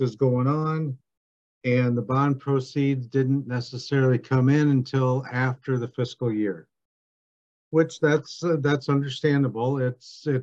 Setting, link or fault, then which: link, video call